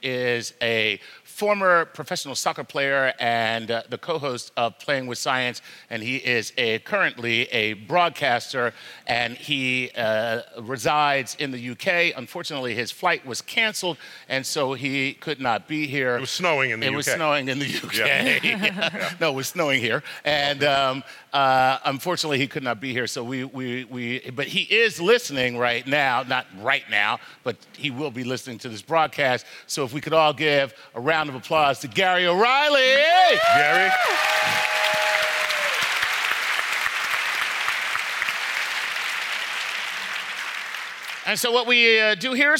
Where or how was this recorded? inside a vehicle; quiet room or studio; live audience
live audience